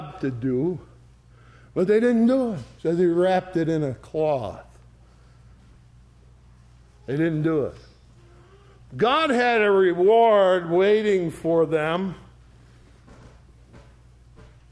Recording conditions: large echoing room